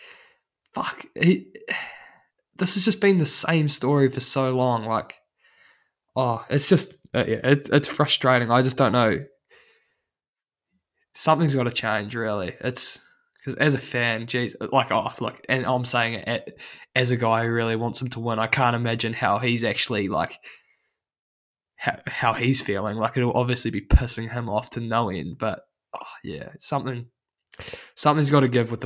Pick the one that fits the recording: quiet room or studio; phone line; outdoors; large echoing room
quiet room or studio